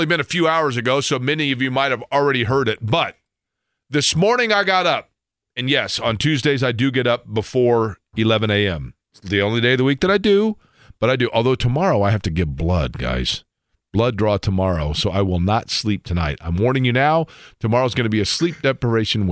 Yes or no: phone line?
yes